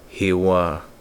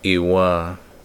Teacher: No glottal stop. Air is flowing at the beginning. · Shown in: first take · Hiwa. If you placed a glottal stop at the beginning of that word, iwa, no air is flowing through, and it has a completely different meaning.